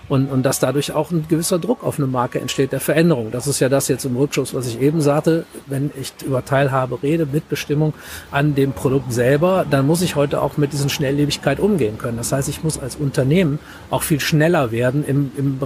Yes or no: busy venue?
yes